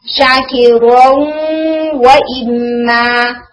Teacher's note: ये जो nasal sound आ रही है ये नून की आ रही है, पीछे से तनमीन की आ रही है